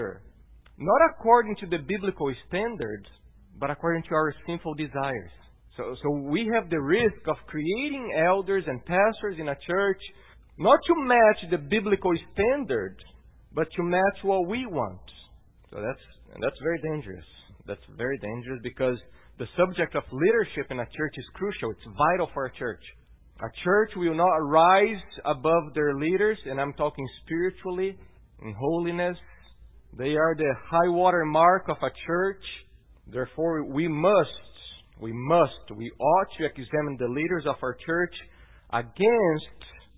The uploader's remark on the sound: at Gracious Cross Reformed Church Salem on Sunday, August 12th, 2018.